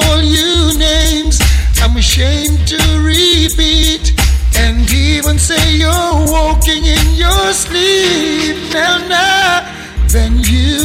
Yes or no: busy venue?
yes